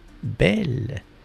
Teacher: su sílaba tónica, es la última, Bell, y no la penúltima